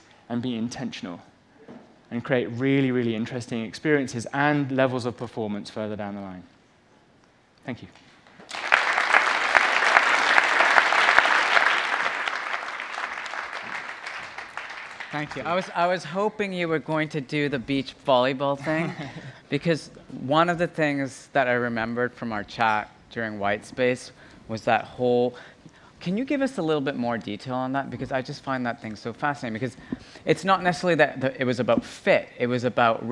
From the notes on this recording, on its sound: on stage at #BoFVOICES